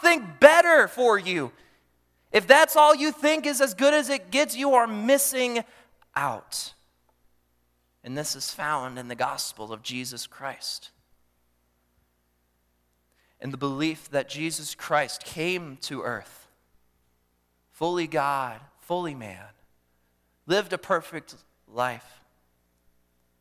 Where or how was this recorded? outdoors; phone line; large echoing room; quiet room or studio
large echoing room